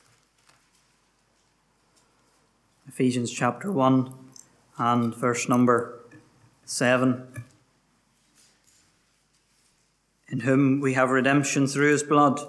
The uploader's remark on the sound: Gospel Audio from Ballyclare Gospel Hall